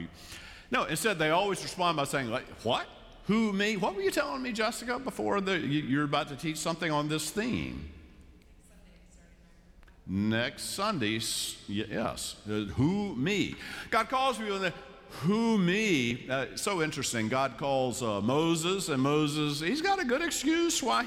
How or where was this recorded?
large echoing room